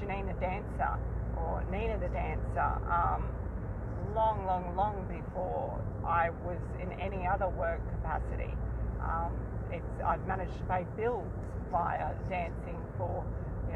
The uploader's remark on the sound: Here is one of my adventures, both on the way and immediately after the meet. I try not to over edit my episodes so excuse back ground noise.